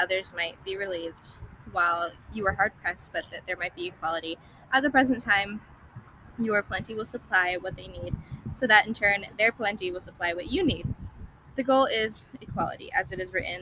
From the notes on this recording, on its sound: Cozy Convos in the Car.